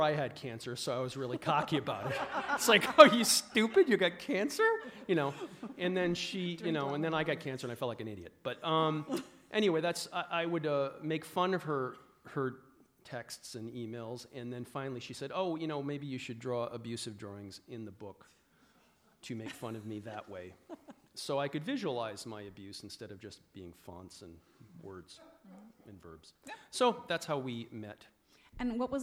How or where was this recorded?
live audience